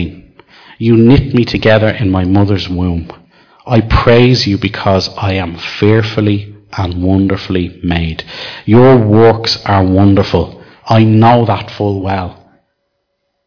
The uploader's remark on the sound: Recorded live in Liberty Church on 14th July 2019